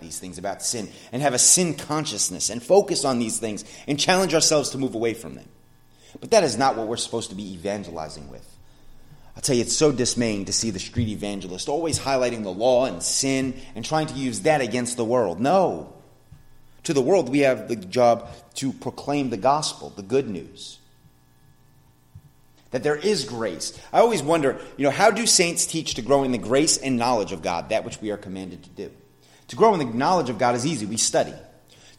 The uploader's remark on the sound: sermon at The Blue Point Bible Church